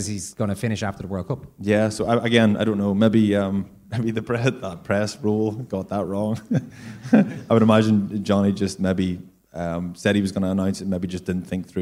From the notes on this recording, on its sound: Live from the Liberty Hall. This is a very special bonus podcast recorded late last night at Dublin's Liberty Hall Theatre.